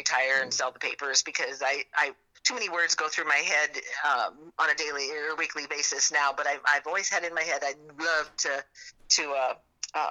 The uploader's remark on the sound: I figured out how to record phone calls!